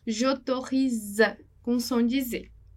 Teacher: O som de S, um S vai ter som de Z, tá? Então, eu vou falar j'autorise, com som de Z, porque ali tem um S